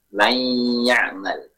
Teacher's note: Ketika kita mengucapkan may ya'mal, ada bagian dari huruf pertama itu yang tampak pada huruf kedua, yaitu gunnah. Jadi kita sampaikan harus disertai gunnah. · Term: idgham naqis